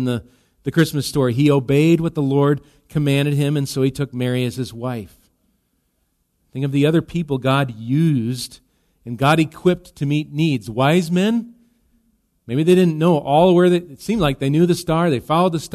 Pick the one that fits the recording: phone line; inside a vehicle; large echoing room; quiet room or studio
large echoing room